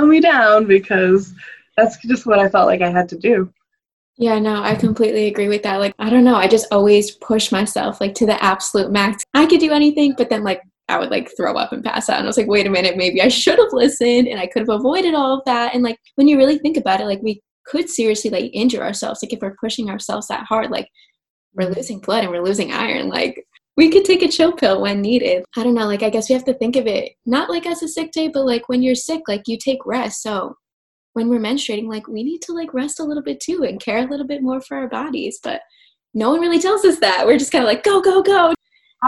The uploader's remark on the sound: Bare with my zoom audio